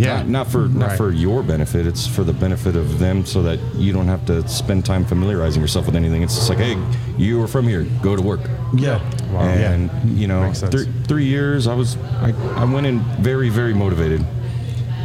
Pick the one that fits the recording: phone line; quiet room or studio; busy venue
busy venue